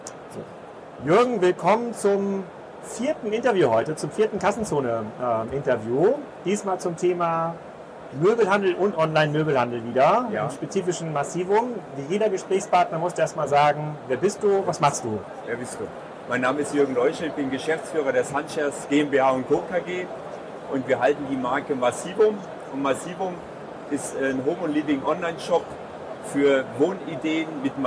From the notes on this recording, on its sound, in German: Das erste DMEXCO live Interview